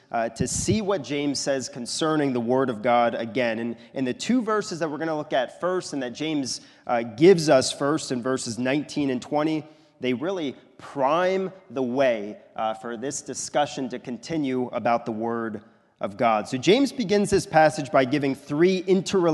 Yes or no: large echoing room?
yes